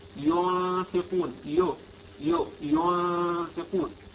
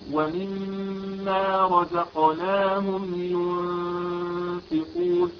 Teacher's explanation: ما ضممت شفتيك ضمة كاملة عند الياء المضمومة، فجاءت الضمة عندك ناقصة قليلة · Shown in: first take · كأنها يعني ليست تامة، فأنت قل ينفقون ينفقون، والصواب أن تقول